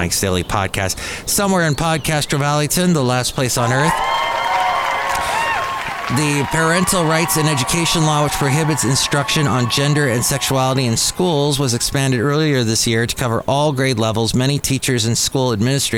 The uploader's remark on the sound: podcasts live from Café Anyway